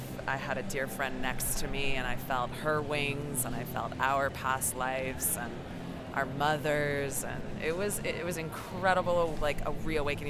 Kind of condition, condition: setting, busy venue